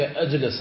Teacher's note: أنت عندما تقول جلس وتقول بعد ذلك أجلس فإنك سكنت الجيم التي كانت مفتوحة